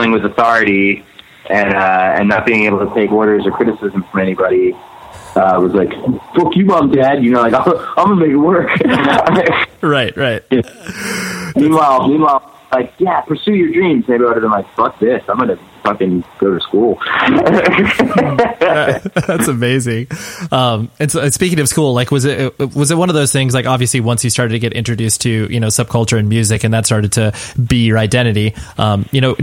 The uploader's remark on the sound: We hopped on the phone one afternoon.